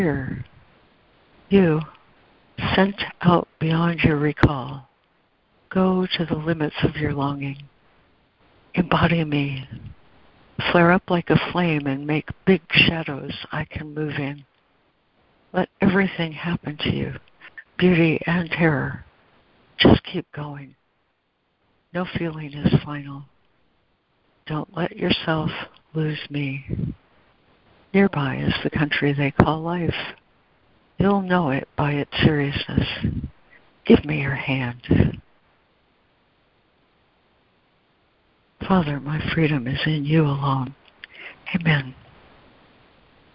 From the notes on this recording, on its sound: ACIM Daily Conference Call.